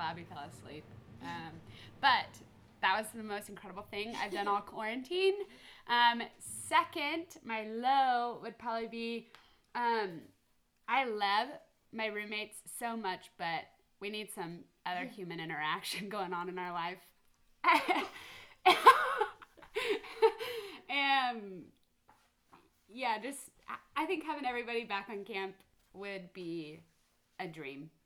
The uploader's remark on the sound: All the quarantine fun we've been having in Hawk's Nest! Apology in advance because I only have one mic between the three of us, so you might have to crank that volume up!